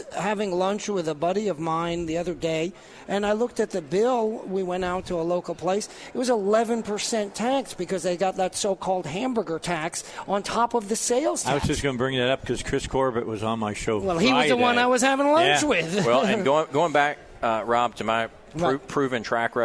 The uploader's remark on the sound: Live at the State Capitol for Filing Day